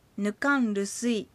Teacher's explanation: 続けて発音すればルスイの前のヌカルの R が N に変わってヌカン・ルスイになります · Term: R が N に変わる